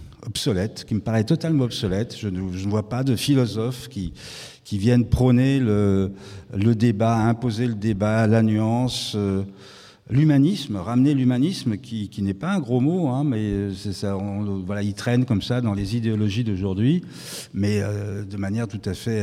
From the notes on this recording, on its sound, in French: Ce podcast a été enregistré le 7 novembre 2022 à l'Académie du Climat, lors d'une rencontre organisée par L'ADN le Shift et Résonances.